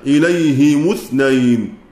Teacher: وحمزة والكسائي يضمان الهاء والميم معا في حال الوصل، إليه مثنين. والباقون على القاعدة الكلية في الباب يكسرون الهاء ويضمون الميم بلا صلة